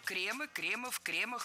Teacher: Ударение сохраняем на первом слоге во всех формах. И обратите внимание, в именительном падеже множественного числа окончание «ы», причем безударное «кремы».